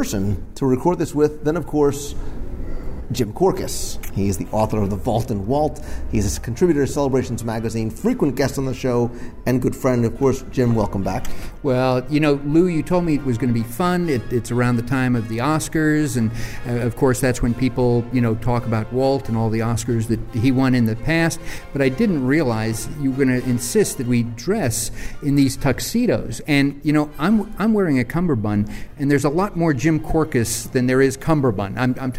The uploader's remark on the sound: Recorded live at Disney's Hollywood Studios in Walt Disney World